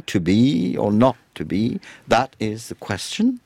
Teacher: le rythme, c'est une syllabe non accentuée, suivie d'une syllabe accentuée. Rythme qu'on perçoit très facilement dans « to be » ou « not to be »,« that is the question », qui fait d'ailleurs 11 syllabes et pas 10. · Term: pentamètre iambique